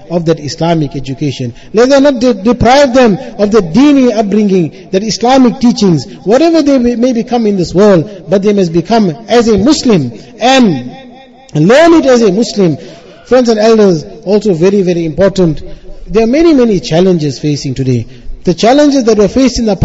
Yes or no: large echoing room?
yes